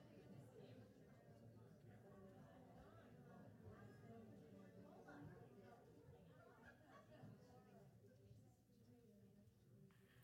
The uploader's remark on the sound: Audio of our worship service. Streamed live from our campus in Westlake Village, CA.